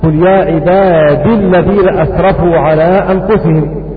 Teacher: قرأها بإسكان الياء حمزة